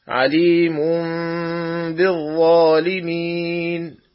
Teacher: قلب النون الساكنة أو التنوين ميما، ثم إخفاء الميم مع الغنة، يعني تكون ميما مخفاة بغنة. · Term: الإقلاب